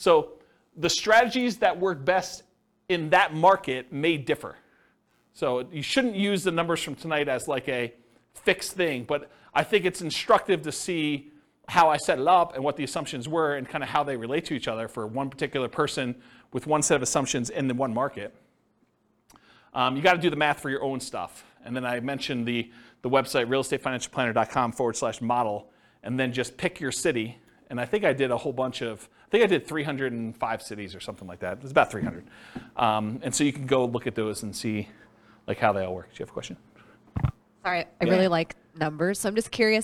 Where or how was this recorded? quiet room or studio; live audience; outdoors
live audience